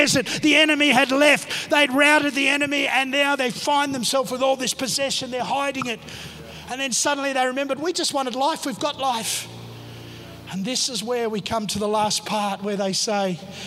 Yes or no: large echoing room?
yes